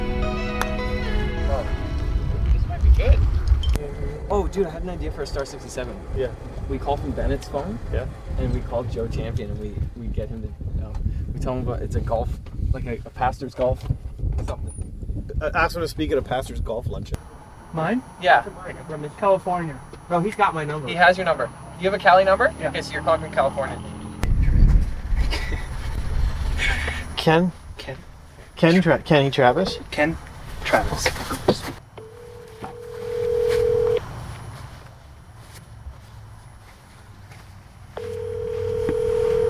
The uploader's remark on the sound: With nowhere to record due to a flood in the Clubhouse, the boys hit the golf course for the first episode of the year